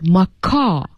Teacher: you really should pay attention that you don't pronounce the W here